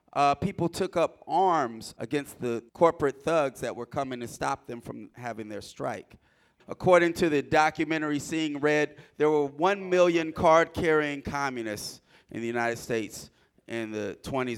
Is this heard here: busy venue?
yes